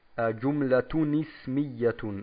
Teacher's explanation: Also Jumlatun ismiyatun. Also wir haben ein I eingefügt. Hilfsvokal. Warum? Weil bedeutungsmäßig zwei Sukun aufeinandertreffen.